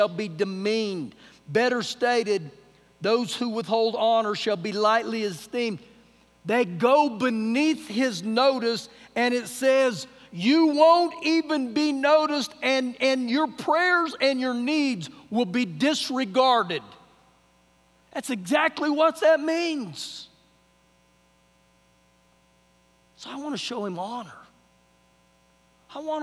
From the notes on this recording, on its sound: Recorded live during our Wednesday night service